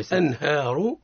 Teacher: والراء مفخمة وحكمها لماذا لأنها متحركة بالضم